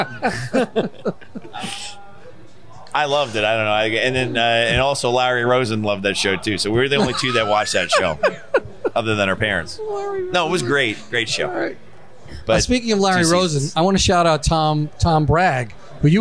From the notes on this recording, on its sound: podcasts live from Maloney's Pub in Matawan NJ